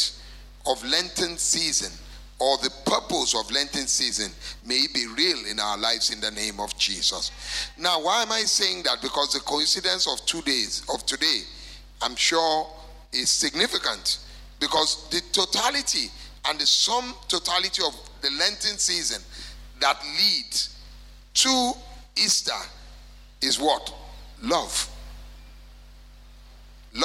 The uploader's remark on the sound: Recorded Live at our MidWeek Service